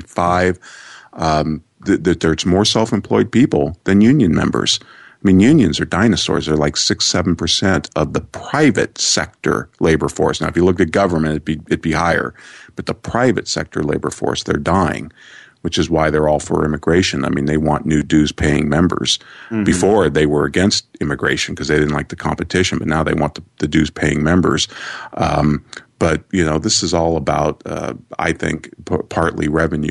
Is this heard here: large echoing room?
no